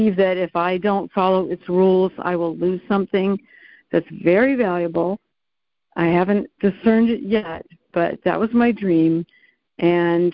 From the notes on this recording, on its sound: ACIM Daily Conference Call.